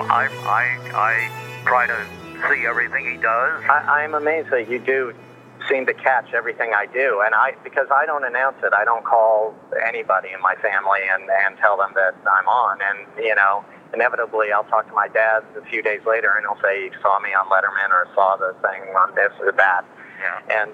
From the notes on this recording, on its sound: By phone. Cassette recorder.